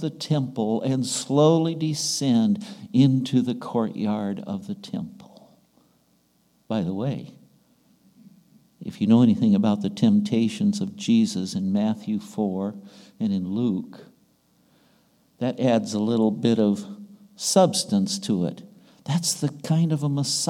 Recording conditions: large echoing room